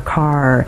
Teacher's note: in the UK English, we normally hear things like ca for car, whereas I would really use that R · Term: American R